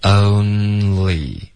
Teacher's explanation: 前面有一个双元音带一个 N、然后连发一口气，嗓子不停的震动到里